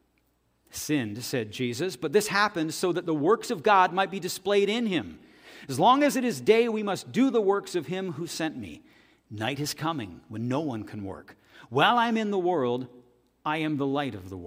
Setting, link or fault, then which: setting, large echoing room